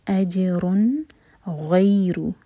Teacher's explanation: فلہم اجرن، جیم پر سکون تو جیم پر قلقلہ ہوگا، حمزہ کو لائٹ رکھیں گے، اج رن، را پر دمہ تو ہیوی ہوگا، اور اس کے اوپر جو دمہ کی تنوین ہے یہ ہمیں بتا رہی ہے کہ یہاں پر ہمیں اظہار کرنا ہے. اظہار یعنی کہ نون کا جو ساؤنڈ ہے اینڈ میں رن، اس کو ہولڈ نہیں کریں گے اور کلیئر پڑھیں گے، کیونکہ نیکسٹ ورڈ جو ہے وہ حروف حلقی سے شروع ہو رہا ہے غین.